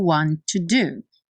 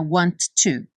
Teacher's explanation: want to do só tem um som de T · Shown in: first take · não é want to.